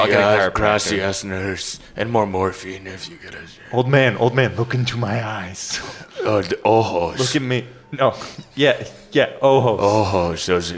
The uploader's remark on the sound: improvised this show live at the Kickstand Comedy Space in Portland Oregon